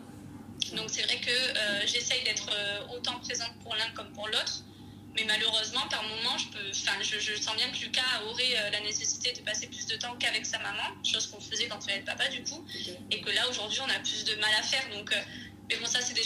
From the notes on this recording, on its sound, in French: Je vis dans la région parisienne. Qu’importe, notre entretien aura lieu par téléphone.